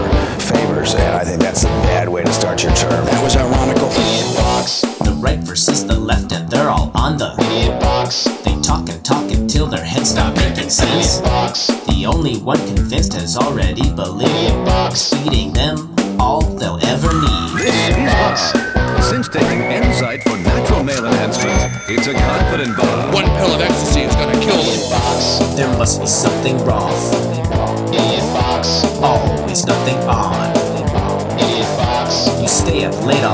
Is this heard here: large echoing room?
no